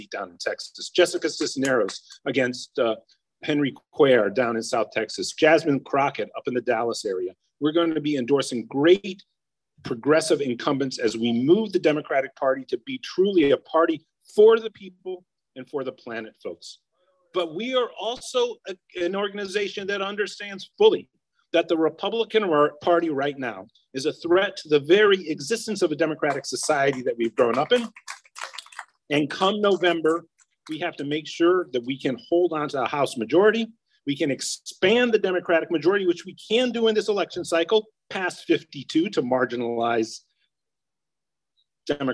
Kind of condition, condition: link, video call